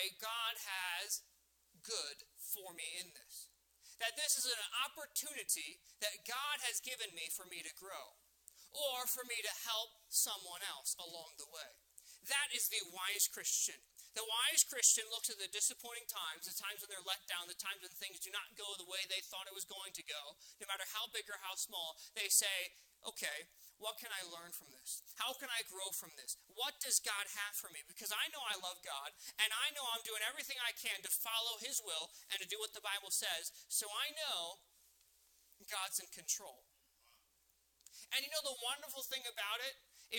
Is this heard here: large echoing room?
yes